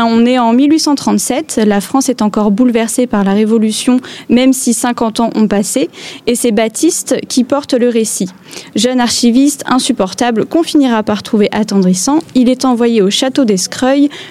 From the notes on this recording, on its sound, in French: nous nous sommes réunis pour un club de lecture exceptionnel en direct de la Bibliothèque Alexis de Tocqueville de Caen